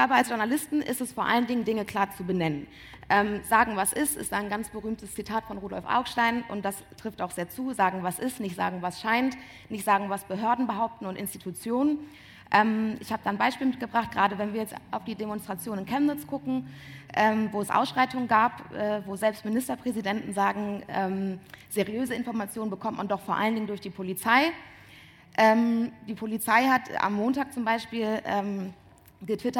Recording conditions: busy venue